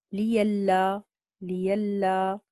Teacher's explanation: أما الإمام ورش فقرأ بإبدال الهمزة ياء